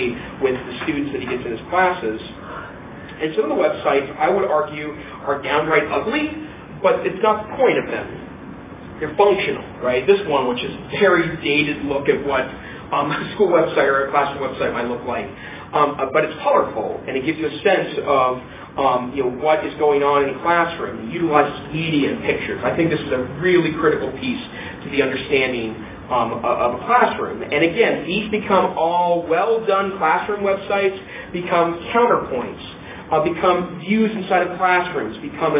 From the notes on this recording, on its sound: Breakout presentation. At the Blackfoot Educational Technology Conference in Missoula, Montana. I arrived about 10 minutes after the presentation started.